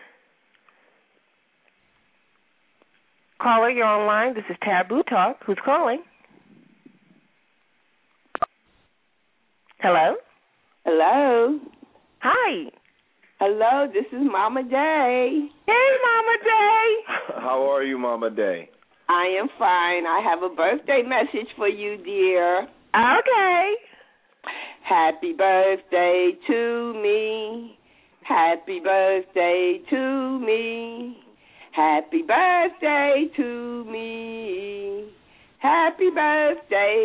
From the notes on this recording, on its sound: We also have a special guest star call in.